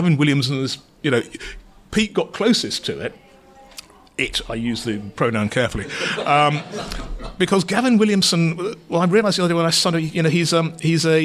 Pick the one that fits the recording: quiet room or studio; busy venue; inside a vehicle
busy venue